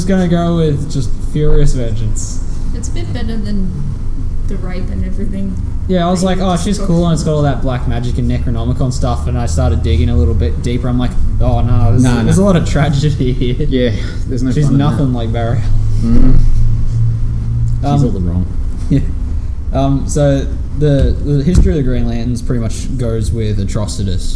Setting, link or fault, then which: setting, busy venue